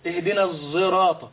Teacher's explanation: لكنهم قرأوا اهدنا الزراطة بإشمام الصاد زاي